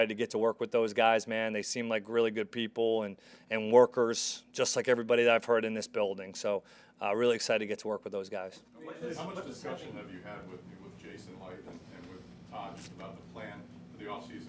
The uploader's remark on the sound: Press Conference